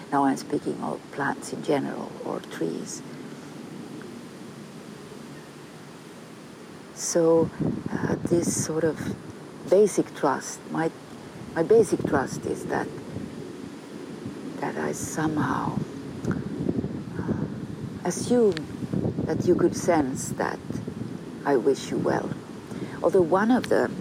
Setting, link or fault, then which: setting, outdoors